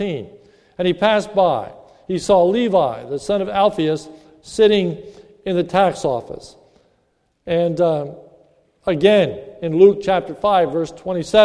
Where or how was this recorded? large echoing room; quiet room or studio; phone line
large echoing room